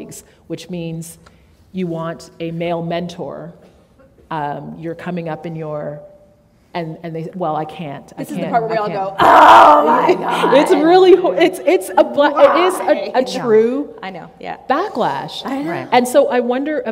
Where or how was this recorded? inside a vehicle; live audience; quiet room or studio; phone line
live audience